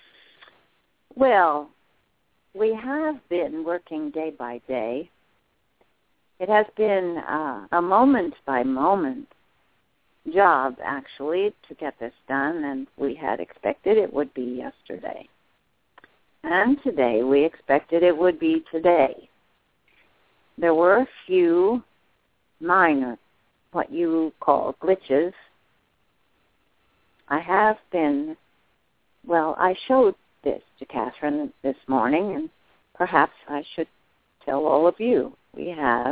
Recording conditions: phone line